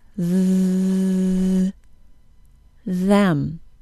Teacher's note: let your vocal folds vibrate and say the voiced th sound